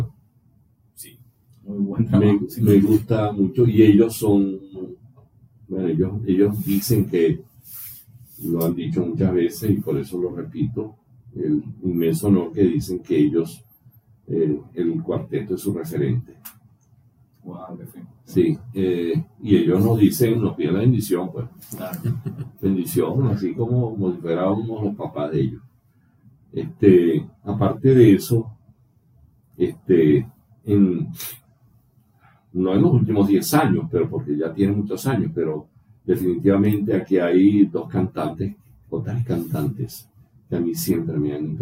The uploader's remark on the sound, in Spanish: Pedimos disculpas por la falla técnica de audio. Por momentos olvidaras que hay un inconveniente con el sonido.